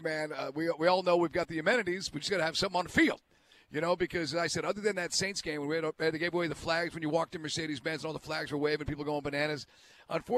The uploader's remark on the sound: LIVE at State Farm